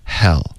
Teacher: Hell 的这个 H 的音不要用中式的 h 的这个音，OK， h 的这个音就太重了，英文的 H 只是一个叹气的声音，Hell 轻轻的，对对、啊，不震动声带的，没有摩擦音